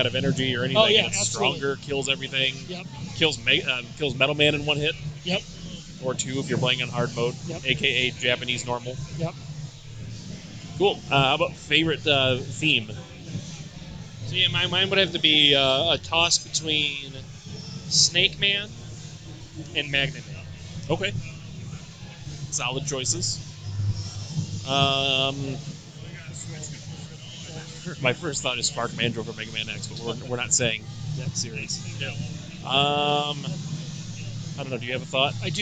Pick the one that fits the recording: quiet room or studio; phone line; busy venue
busy venue